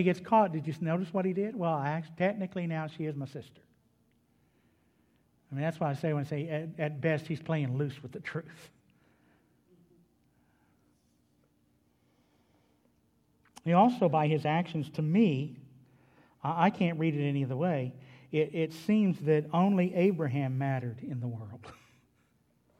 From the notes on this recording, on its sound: was delivered at Trinity Baptist Church on Wednesday evening, June 16, 2021.